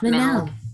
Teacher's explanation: a lot of people will say mental, and there's like a nasality to the sound